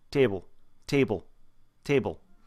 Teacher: You get sort of the Boston accent, and they almost, again, eliminate the diphthong.